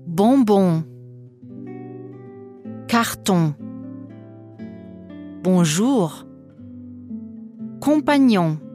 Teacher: En ist ein Nasallaut, was bedeutet, dass der Nasenraum in die Aussprache mit einbezogen wird. Gehe vom O aus und hebe leicht die Zunge zum Gaumen oder lege den Kopf langsam in den Nacken.